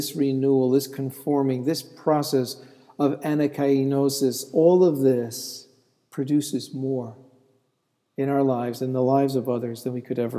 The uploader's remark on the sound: This sermon was delivered on August 3, 2014 at Laurelton United Presbyterian Church and Calvary St. Andrew's Presbyterian Church - both in Rochester.